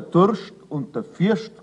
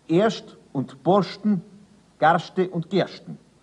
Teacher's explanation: Nach R und vor T wird das S zum SCH, zum Sch, inmitten eines Wortes.